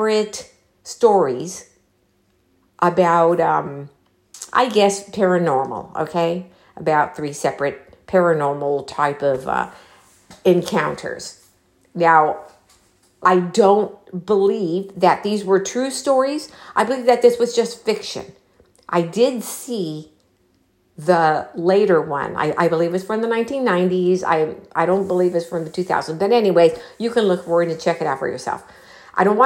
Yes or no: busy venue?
no